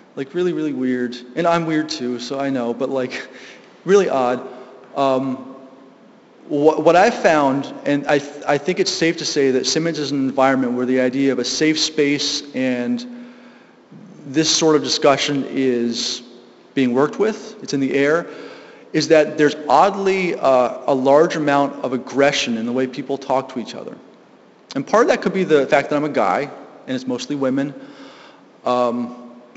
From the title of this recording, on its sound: Live from GLSEN South Hadley